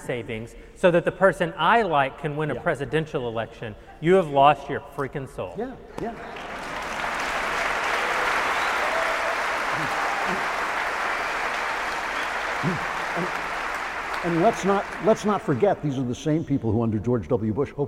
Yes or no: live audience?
yes